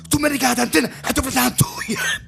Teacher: la D aspirata, che è un pochino più ostica, è più difficile, perché bisogna prendere più fiato